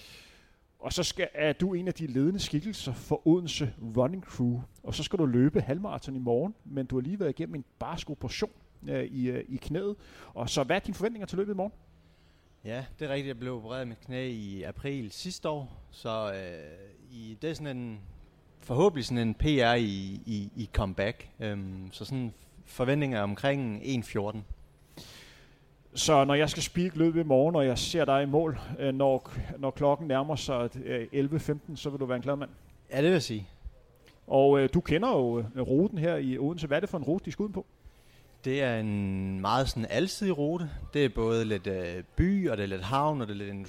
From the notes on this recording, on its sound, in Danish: Live podcast i forbindelse med HCA Marathon.